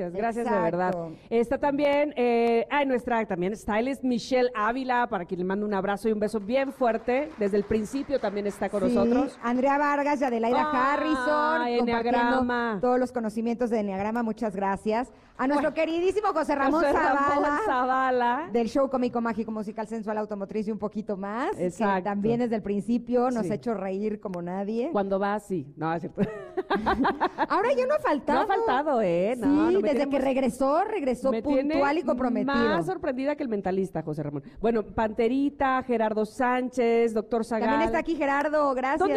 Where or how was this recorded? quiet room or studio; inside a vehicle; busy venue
busy venue